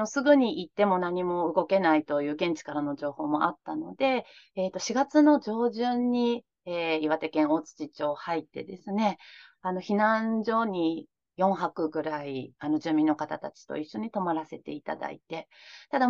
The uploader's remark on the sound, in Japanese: 収録場所： オンライン (Zoom)